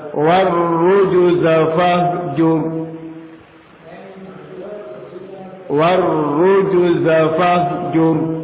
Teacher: Nah, jim dikolokolahkan. Jim adalah huruf kolokolah.